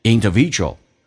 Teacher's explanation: 很多美语当中会把 u 直接去掉